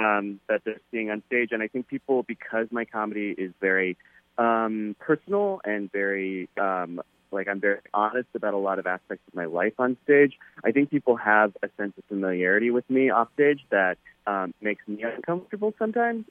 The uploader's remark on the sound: This over the phone interview is our full, unedited conversation.